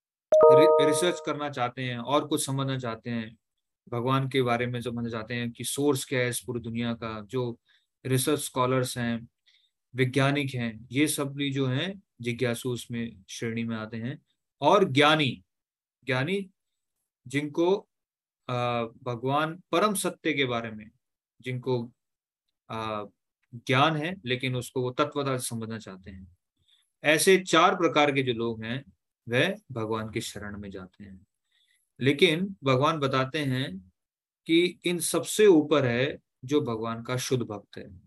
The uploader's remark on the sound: Zoom Online Session